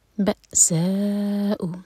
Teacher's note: سا چار حرکت لمبا کھینچیں گے.